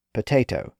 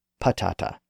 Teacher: the final vowel sound is rendered as O and not ah